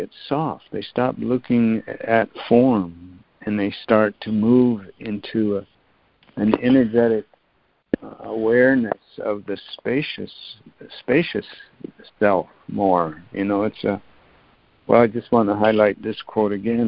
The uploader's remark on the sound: ACIM Daily Conference Call